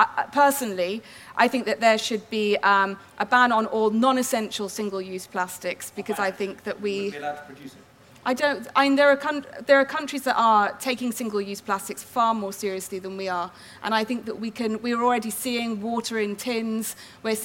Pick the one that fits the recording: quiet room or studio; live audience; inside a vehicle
live audience